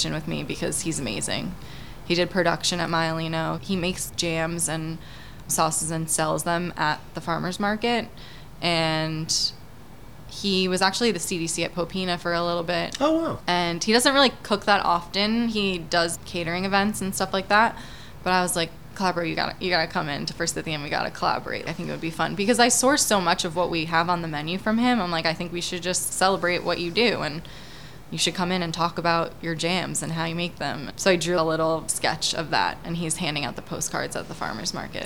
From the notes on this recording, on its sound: At Forsythia restaurant in lower Manhattan. Outside the restaurant.